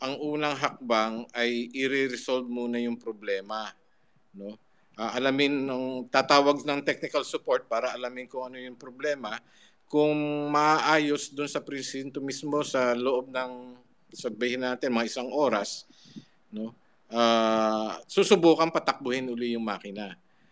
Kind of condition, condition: link, video call